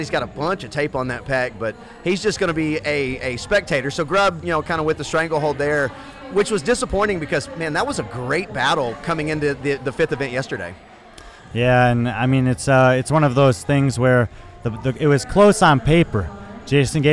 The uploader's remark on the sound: Joins us live at the competition on Sunday morning.